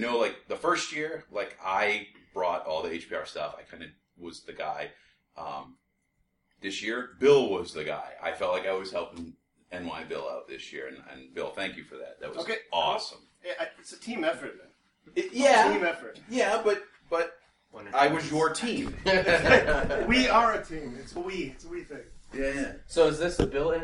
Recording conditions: poor sound quality